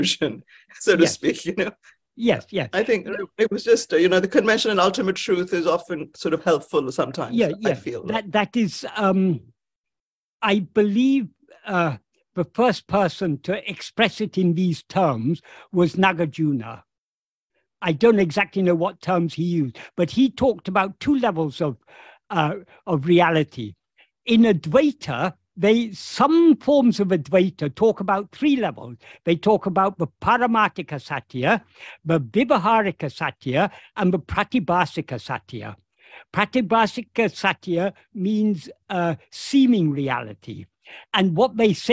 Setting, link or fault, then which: link, video call